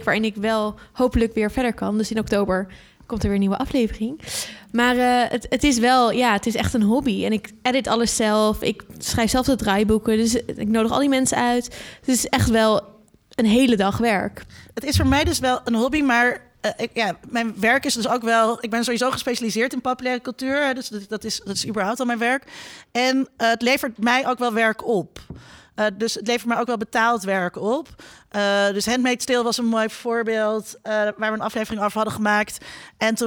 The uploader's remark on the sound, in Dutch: Opgenomen op het podcastfestival '18